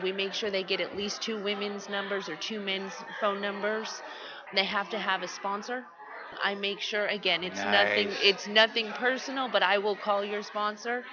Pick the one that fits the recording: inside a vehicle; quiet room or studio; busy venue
busy venue